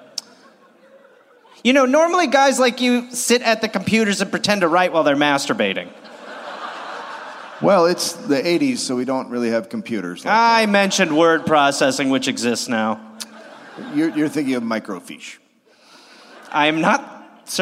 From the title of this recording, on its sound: Live in Phoenix